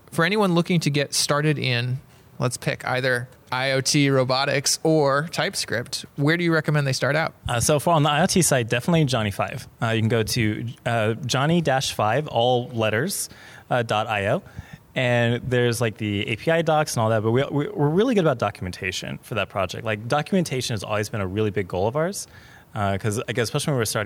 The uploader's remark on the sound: on location at Fluent/Velocity